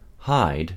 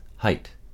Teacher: there is a difference between the way we say this diphthong when it is followed by a voiced consonant as opposed to the way it is spoken before a voiceless consonant